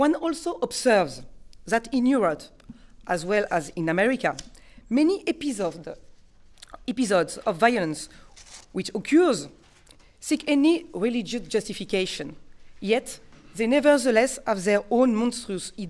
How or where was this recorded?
large echoing room